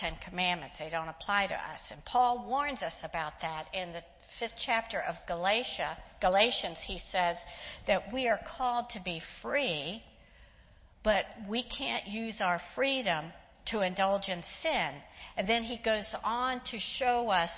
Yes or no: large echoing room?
yes